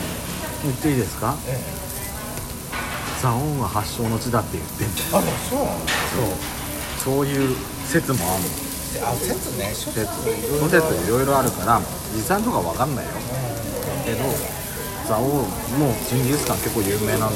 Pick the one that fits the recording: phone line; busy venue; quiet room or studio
busy venue